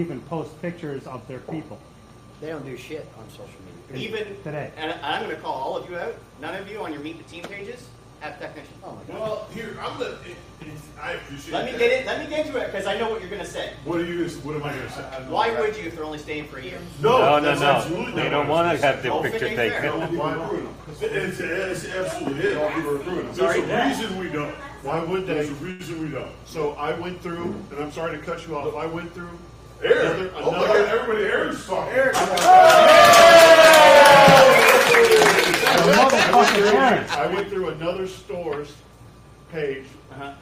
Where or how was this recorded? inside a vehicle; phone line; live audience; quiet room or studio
live audience